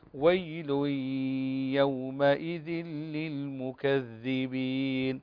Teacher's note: تنوين وبعده الياء، والياء من حروف الإدغام بغنة